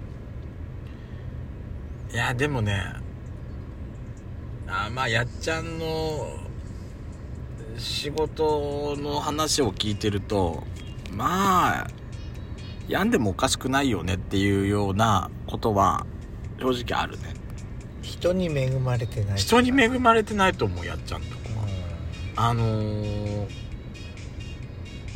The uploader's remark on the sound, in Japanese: 2人組。パーキング収録。